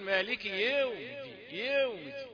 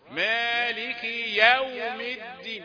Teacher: لا تدفعك الكسرة السابقة إلى التقصير في حق الفتحة · Shown in: second take